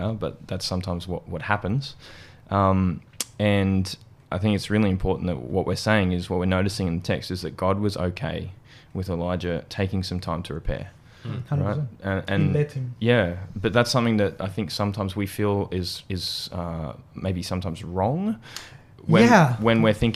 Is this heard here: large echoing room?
no